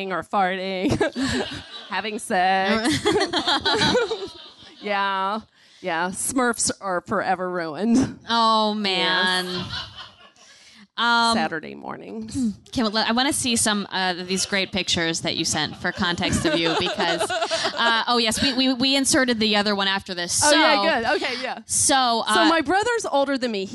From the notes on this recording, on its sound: Live at Q.E.D. In Astoria, Queens.